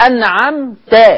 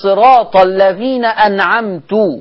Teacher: لو أنا قرأت ألحنت في القراءة وقلت صراط الذين أنعمت بضم التاء · Shown in: second take